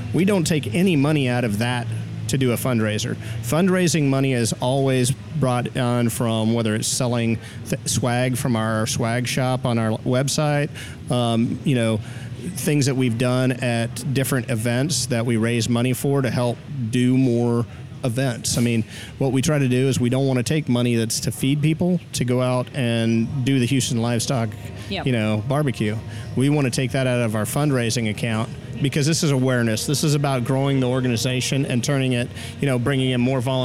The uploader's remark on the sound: while we were at the Houston Livestock Rodeo World’s BBQ Championships